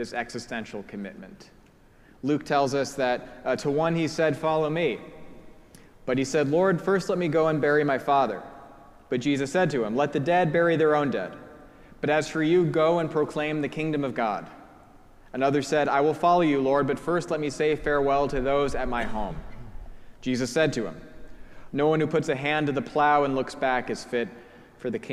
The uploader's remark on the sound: Preached at our celebration of the Holy Eucharist on the Third Sunday after Pentecost.